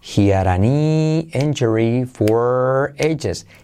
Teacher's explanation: Tienes he had a eh, saltamos la H y hacemos la R, eh, la D como R suave, por lo tanto queda hiara